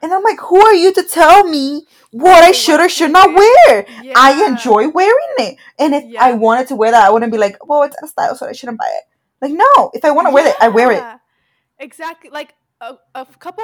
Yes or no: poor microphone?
yes